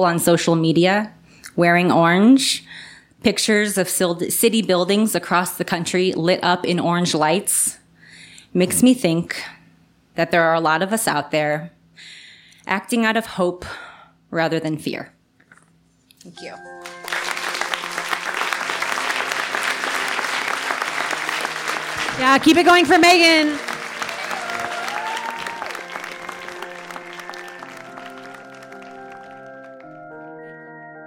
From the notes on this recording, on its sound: live on 19 June 2019 in Denver